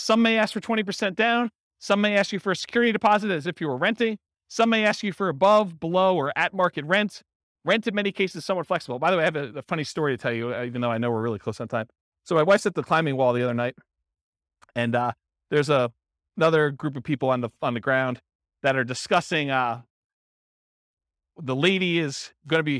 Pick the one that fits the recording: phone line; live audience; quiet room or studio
live audience